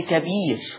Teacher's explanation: لفظ كبير ترقيق الراء وصلا، أما وقفا فهي مرققة للجميع